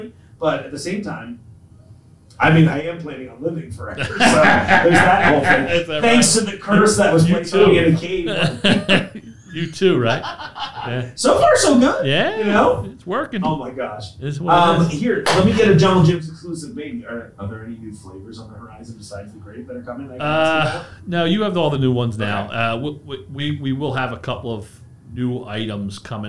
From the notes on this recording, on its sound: I'm so sorry about my microphone cable falling ill on this one.